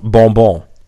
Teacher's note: hinter dem On nasal kommt kein hörbarer Konsonant mehr